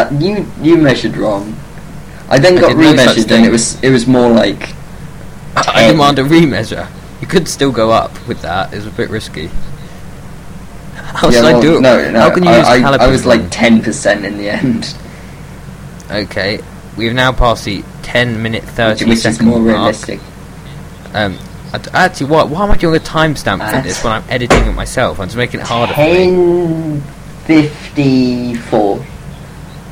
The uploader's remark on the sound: Sorry about the poor quality, we've got some better recording software for all subsequent podcasts.